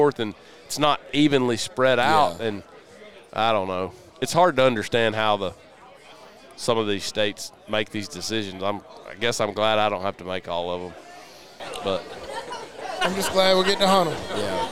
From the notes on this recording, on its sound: Live from West Point, MS. We are LIVE & in line.